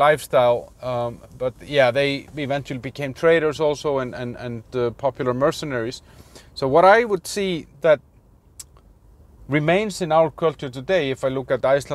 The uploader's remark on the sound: Ranting in the Car